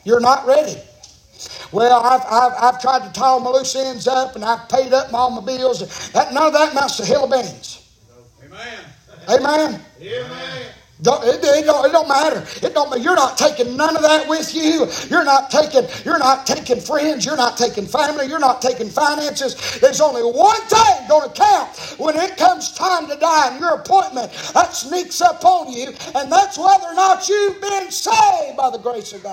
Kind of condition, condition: setting, large echoing room